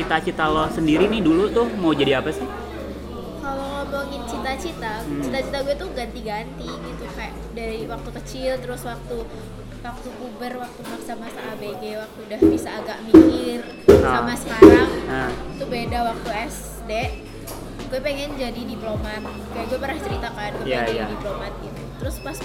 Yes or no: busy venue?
yes